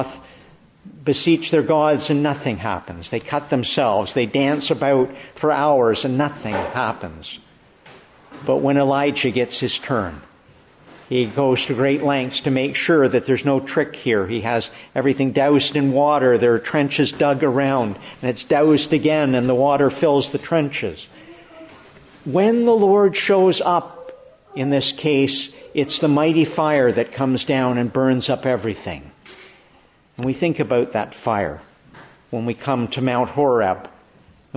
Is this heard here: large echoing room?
yes